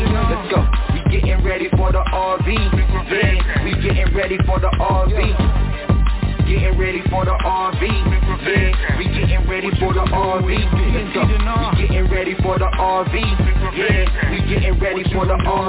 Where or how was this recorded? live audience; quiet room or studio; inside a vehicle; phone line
phone line